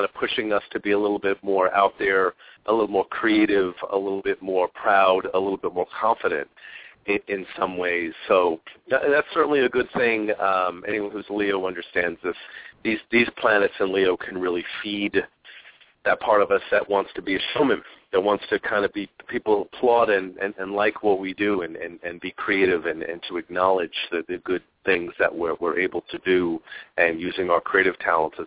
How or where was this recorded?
phone line